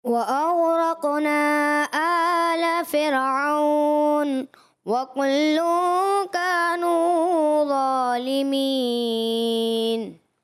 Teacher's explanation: پورا غین میں کلکلہ محسوس ہوا، اور اس کے علاوہ مد منفصل کی ادائیگی وکل کا اخفا کا غنہ بھی کمزور ہو گیا، تو وہ بھی تھوڑا سا کمزور محسوس ہوا.